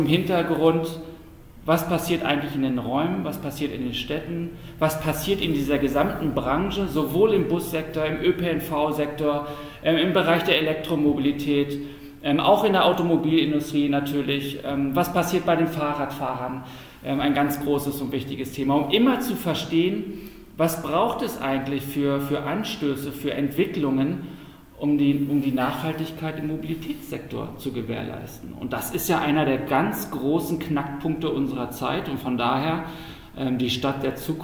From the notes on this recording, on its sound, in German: Die Diskussion wird zur Hypermotion Frankfurt im Rahmen eines Panels